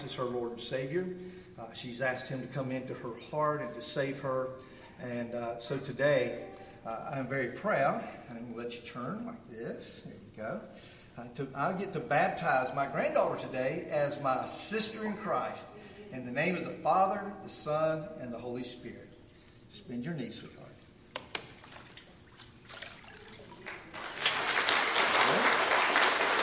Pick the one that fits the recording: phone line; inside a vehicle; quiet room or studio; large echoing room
large echoing room